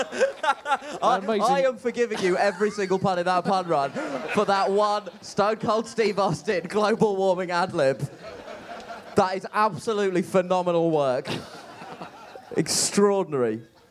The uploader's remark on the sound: Bonus Live Bugle